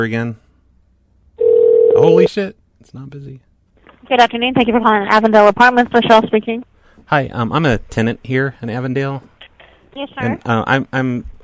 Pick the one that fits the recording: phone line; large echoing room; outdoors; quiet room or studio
phone line